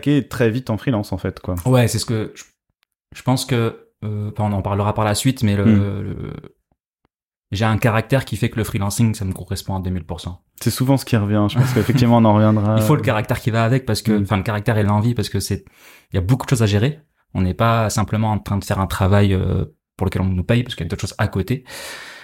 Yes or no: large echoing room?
no